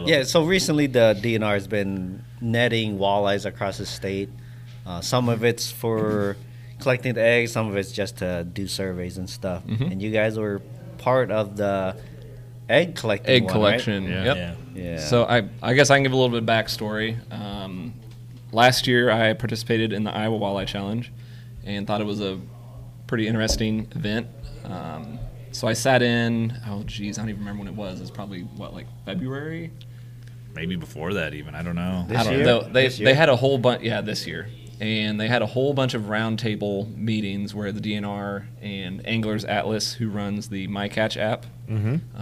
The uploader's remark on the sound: Joins BFF at Firetrucker Brewery!